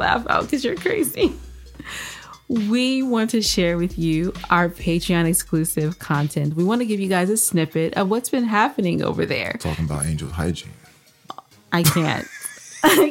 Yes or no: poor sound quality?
no